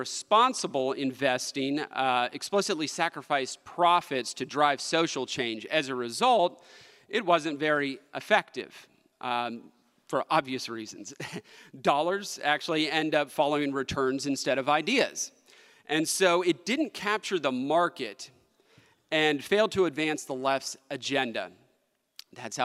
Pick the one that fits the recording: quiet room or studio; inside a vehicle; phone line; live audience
live audience